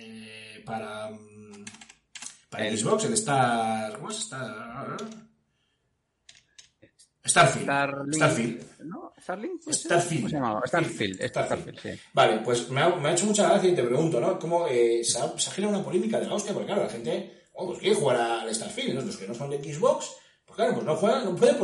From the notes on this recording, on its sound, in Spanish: Un problema con una de las entradas de audio ha derivado en el eco que puede escucharse durante la reproducción.